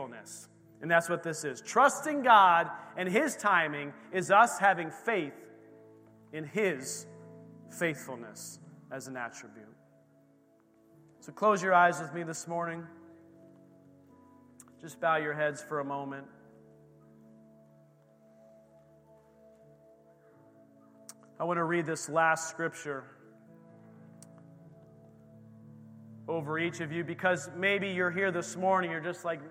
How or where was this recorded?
large echoing room